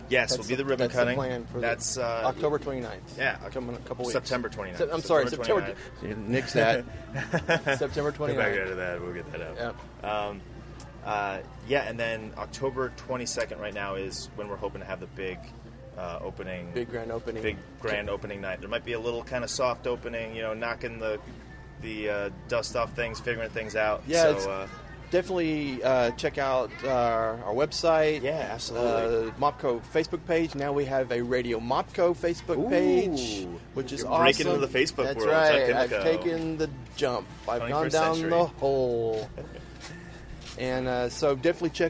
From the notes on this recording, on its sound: The Italian Festival 2016 in front of the New Performance Space!